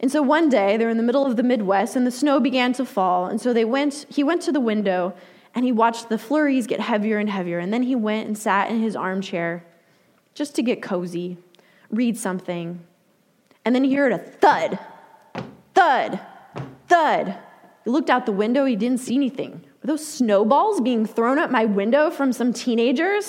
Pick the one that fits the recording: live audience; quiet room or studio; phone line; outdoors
live audience